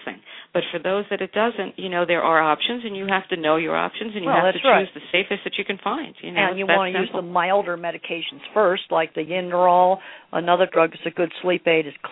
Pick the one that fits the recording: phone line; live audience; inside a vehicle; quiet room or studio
phone line